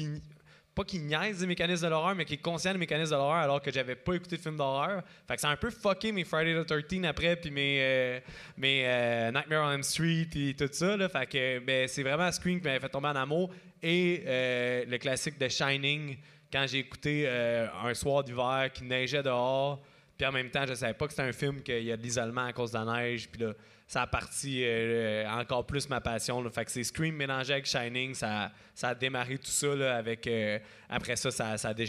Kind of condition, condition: setting, live audience